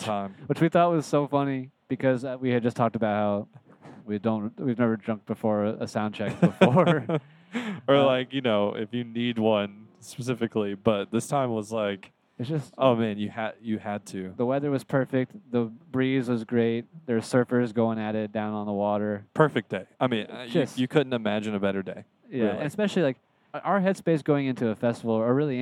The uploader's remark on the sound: as they travel back to Charlotte